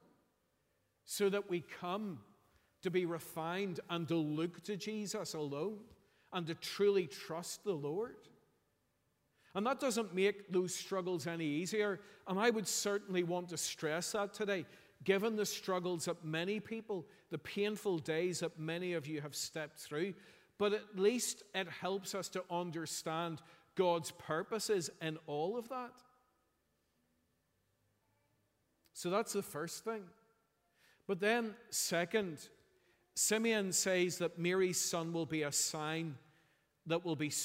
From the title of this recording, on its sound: Sunday 31st December 2023 morning service